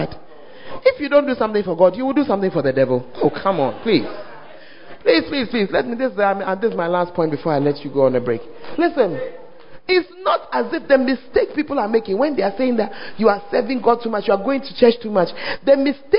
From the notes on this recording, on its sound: Preached At The 100s and 200s Camp